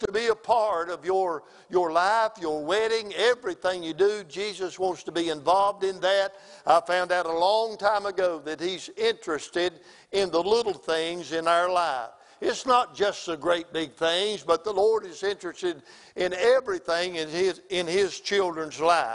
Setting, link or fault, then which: setting, large echoing room